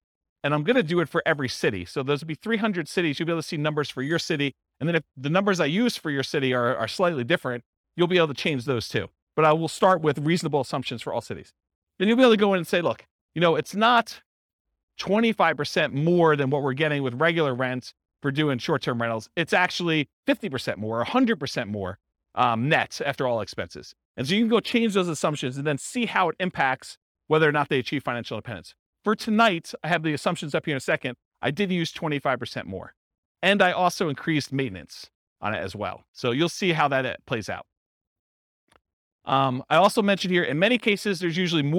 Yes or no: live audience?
yes